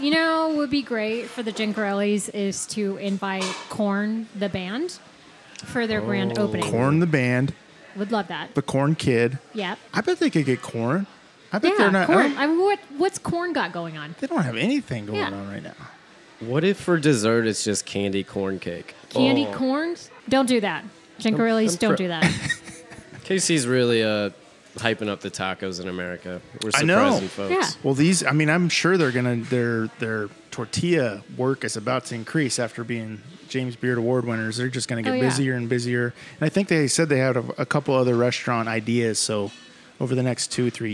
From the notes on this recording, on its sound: TAQUERIA LA NUEVA-WESTPORT! On Location!